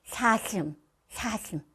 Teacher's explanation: 공기가 윗니 앞쪽이 아닌 양 어금니 쪽으로, 양 옆으로 나오는 경우에는요. 발음이 새는 것처럼 들려요. 예를 들어 사슴이 사슴, 사슴 이렇게 발음하시는 분들이 있죠.